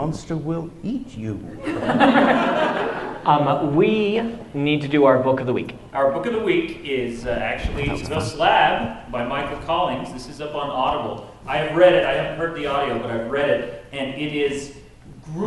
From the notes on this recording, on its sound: In front of a live audience at UVU.